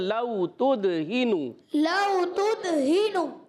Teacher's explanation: ہا کی ادائیگی حلق کے نیچے والے حصے سے اور نون پر پیش ہے، حرکات کو بغیر کھینچے ادا کرنا ہے.